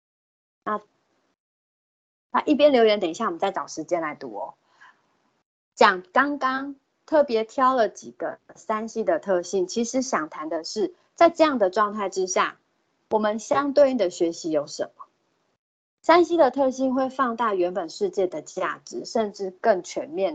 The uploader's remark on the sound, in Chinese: 此為線上課程錄音檔